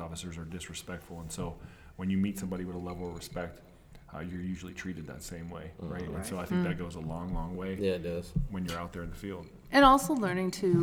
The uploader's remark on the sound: Live From Texas Animal Control Association's 48th Annual Conference